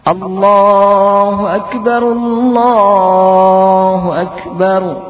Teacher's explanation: Hati-hati pada ra terakhir, tidak boleh tidak bergetar dan tidak boleh pula terlalu banyak getaran.